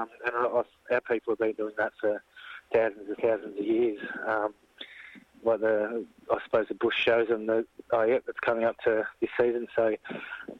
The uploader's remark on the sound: phones